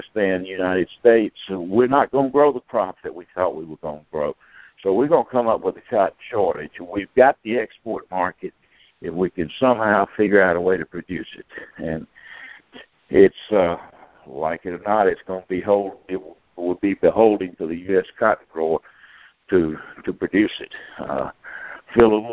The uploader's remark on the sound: Monthly Conference Call